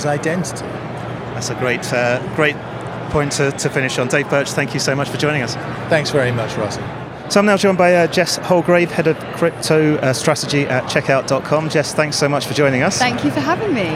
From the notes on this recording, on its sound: Recorded in partnership with Banking Circle at Money20/20 USA, that took place in Las Vegas. We recorded a series of interviews on the Banking Circle booth with a number of the speakers and attendees from the conference.